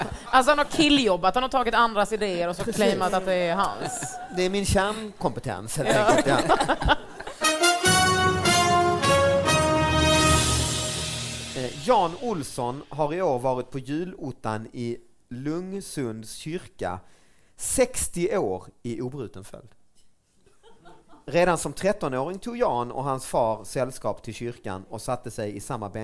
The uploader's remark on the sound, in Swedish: Live i Stockholm!